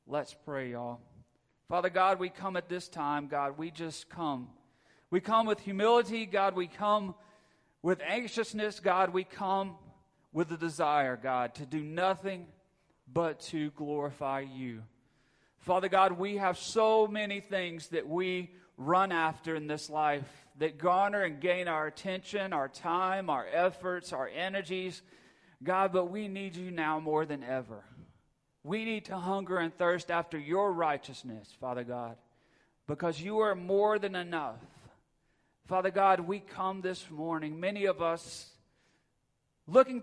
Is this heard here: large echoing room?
yes